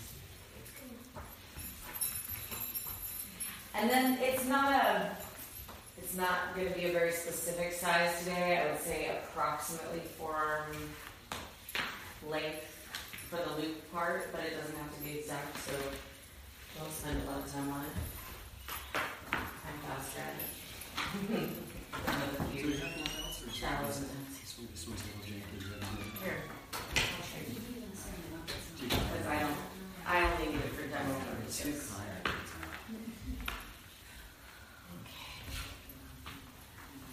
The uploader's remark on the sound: This class was recorded at Ananda Ashram in Monroe NY.